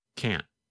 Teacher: The N sound, N, N, N, lasts longer than in the negative form. In fact, in the negative form, because the tongue and voice stop, there is almost no sound of the letter N.